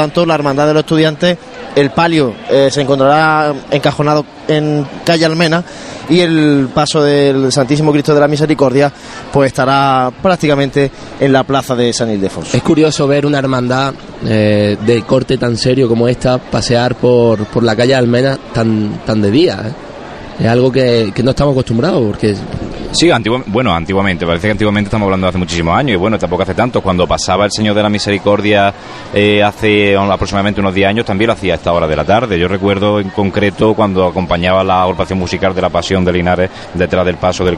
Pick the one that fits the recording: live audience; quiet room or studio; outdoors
outdoors